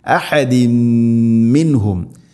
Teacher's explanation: നുഫരിഖു നുഫരിഖു നുഫരിഖു ബൈന അഹദിൻ മിൻഹും, ബൈന അഹദിൻ, തൻവീന് ശേഷം മീം, ഇദ്ഗാം ബിഗുന്ന, തൻവീനിനെ മീമിലേക്ക് കൂട്ടിലേപ്പിച്ച് മണിച്ചുകൊണ്ട് ഉച്ചരിക്കണം.